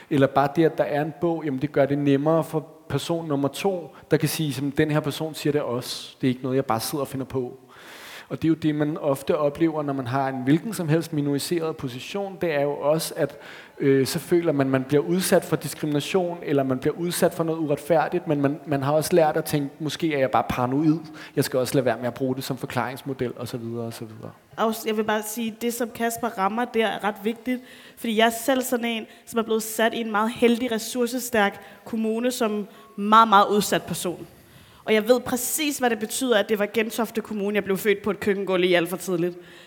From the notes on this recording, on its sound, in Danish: publikumsarrangementet Månedens Forfatter på Københavns Hovedbibliotek